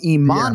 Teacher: you're emphasizing the right syllable, but now you're changing a V to an N